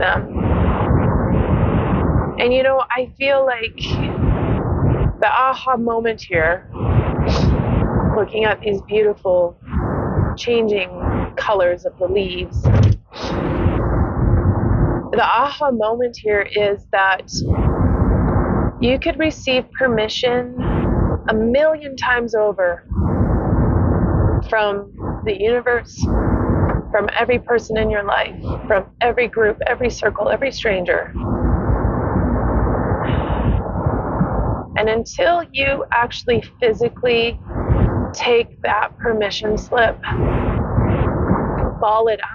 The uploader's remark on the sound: Driving home from the 2023 Monetize Your Mind Conference I was immediately compelled to record this and share it. It's gritty, has horrible road noise and isn't perfect by podcast standards.